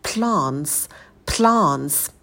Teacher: Water и plants, на p добавляем придыхание. Помните, когда у нас вместе идут p, l, то мы уже язык ставим на альвеолы, когда произносим звук p и выдыхаем.